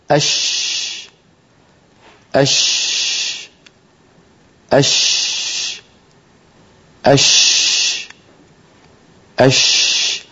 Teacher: الشين تنشأ من وسط اللسان لأنها مهموسة ولا عمل للوترين الصوتيين فيها، لا جهر فيها.